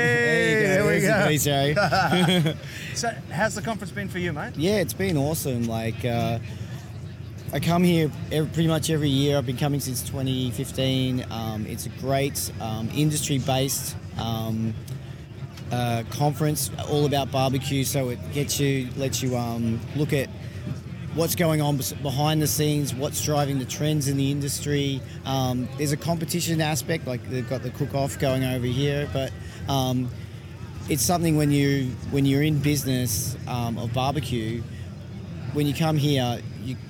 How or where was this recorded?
busy venue